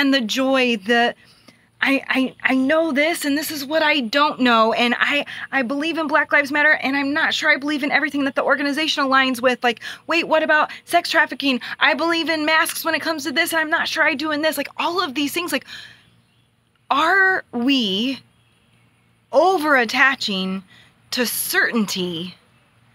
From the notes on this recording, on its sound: outside, on my phone